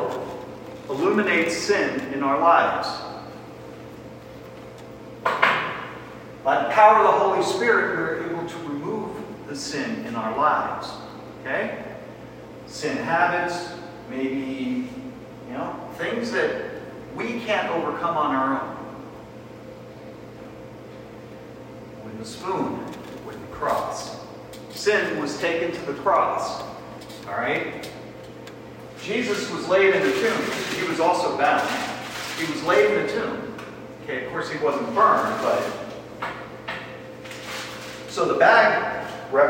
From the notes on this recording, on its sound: This is a recording of a Men's event we did before Christmas 2023. The Audio is not our highest quality.